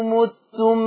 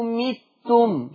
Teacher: يبقى ورشة يقول متم بكسر الميم · Shown in: second take